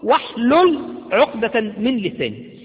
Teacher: لما جاءت قبلها الواو لم تنطق الهمزة · Term: همزة وصل